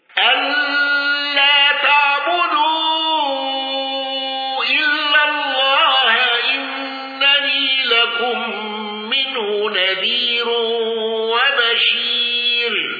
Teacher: ابن كثير بصلة ميم الجمع وصلة هاء الضمير